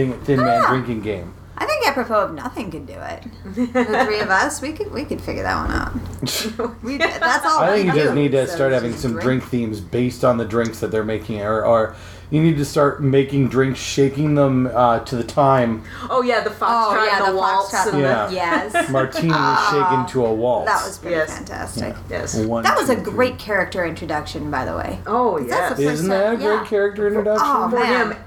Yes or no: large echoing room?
no